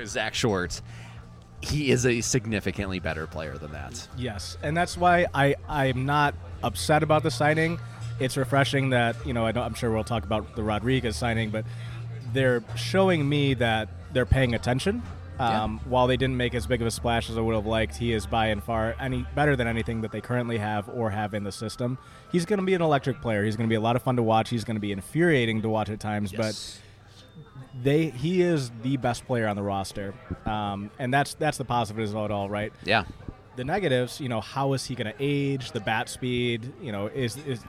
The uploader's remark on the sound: Live at Mootz Pizzeria in downtown Detroit for the annual holiday episode.